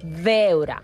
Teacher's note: al País Valencià, la B baixa sí que es pronuncia veure, marcant com la B baixa amb els llavis.